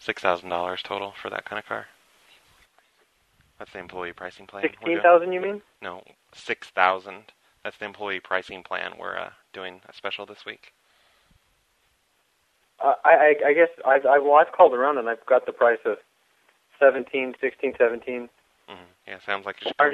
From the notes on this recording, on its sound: Prank Phone Calls